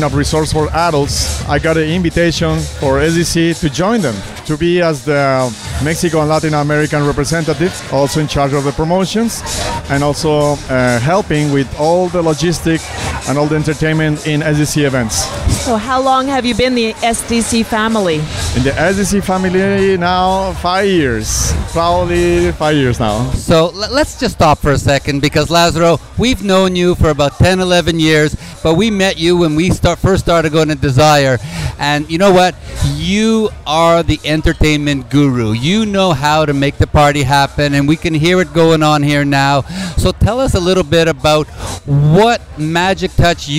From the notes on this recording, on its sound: we broadcast live from the SDC Caribbean Dreams Cruise